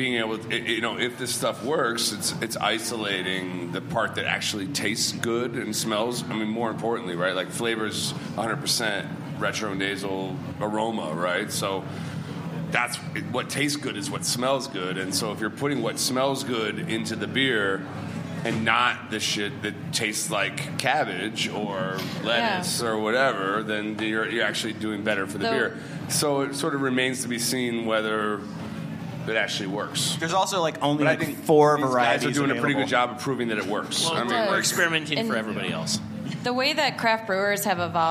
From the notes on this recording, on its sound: We present a panel discussion recorded live at The Well during NYC Beer Week.